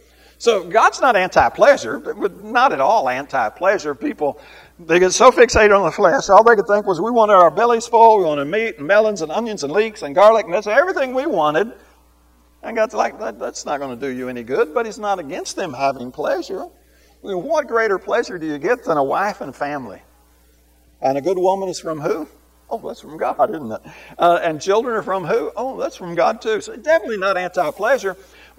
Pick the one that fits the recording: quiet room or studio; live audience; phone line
live audience